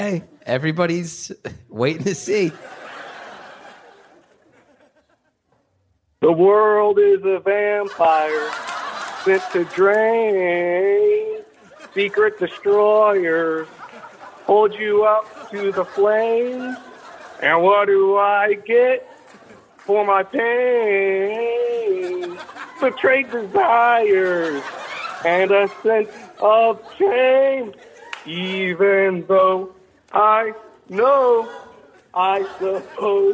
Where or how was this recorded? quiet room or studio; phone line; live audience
live audience